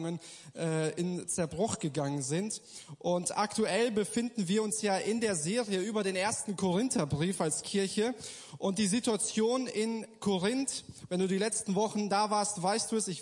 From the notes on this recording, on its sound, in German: Gottesdienst der Kirche für Bonn